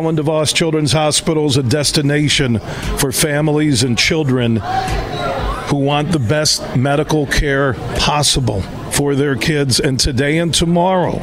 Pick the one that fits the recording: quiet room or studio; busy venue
busy venue